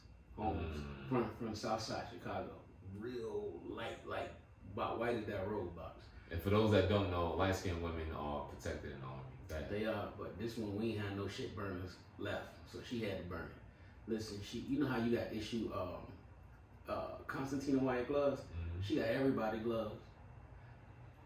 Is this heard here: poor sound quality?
yes